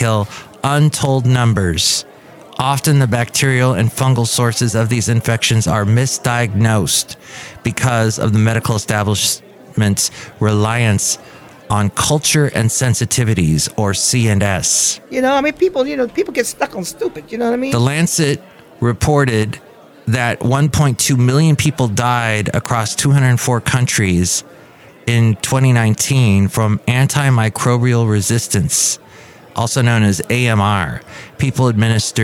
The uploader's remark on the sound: podcasts live from Café Anyway